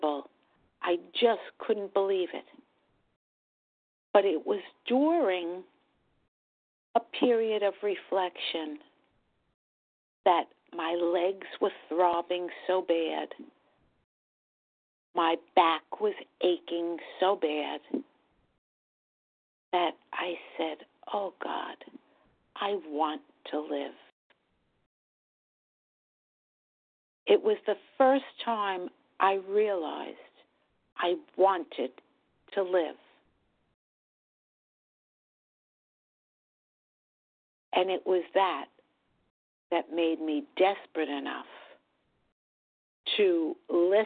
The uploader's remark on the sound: From the 100 Pounders Phone Meeting.